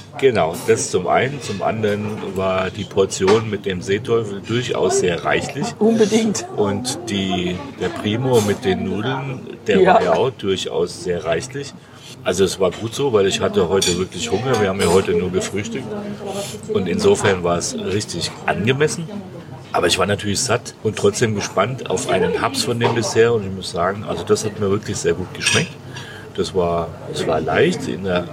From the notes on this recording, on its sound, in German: Ein sterneverdächtiges Fischmenü direkt am Ufer und Blick aufs Meer haben wir bei Da Gianni in Torre Mozza genossen. Haben wir für dich live beim Essen eingesprochen!